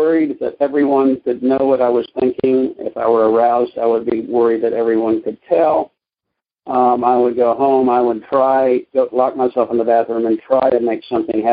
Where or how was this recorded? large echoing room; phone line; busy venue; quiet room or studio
phone line